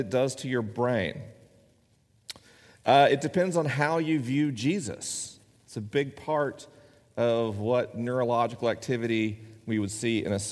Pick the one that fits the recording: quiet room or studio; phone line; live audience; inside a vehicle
live audience